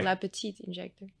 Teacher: the T then runs into the I